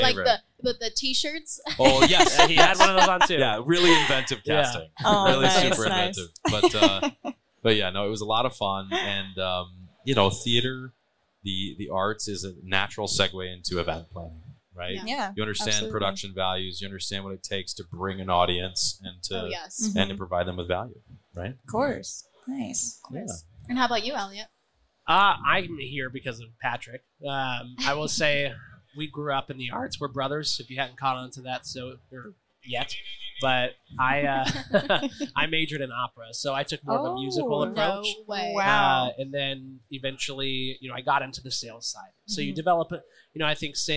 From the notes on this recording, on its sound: Recorded at MJUnpacked NYC